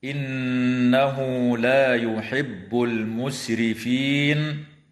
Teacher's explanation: نون مشددة حكمها الغنة في كلمة إن